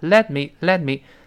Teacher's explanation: Let me, letme，中间那个 t 失去爆破啊